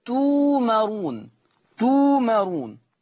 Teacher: قرأ ورش بإبدال الهمز الساكن